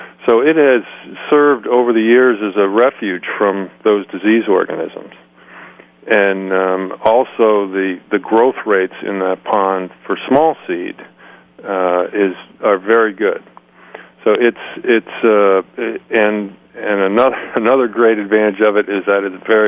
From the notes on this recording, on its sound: is on the line